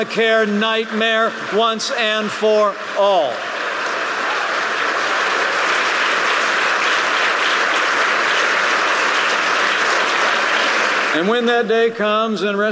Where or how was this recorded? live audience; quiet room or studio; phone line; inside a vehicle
live audience